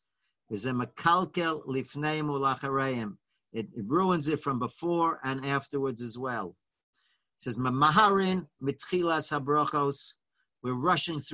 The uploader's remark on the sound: Live On Zoom